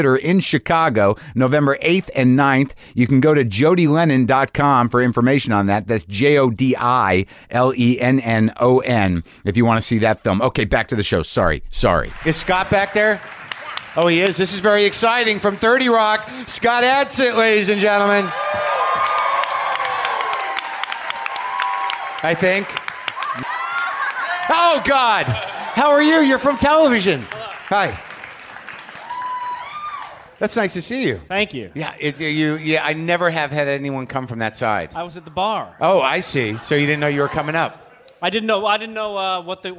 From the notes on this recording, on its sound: Recorded live at The Bell House in Brooklyn.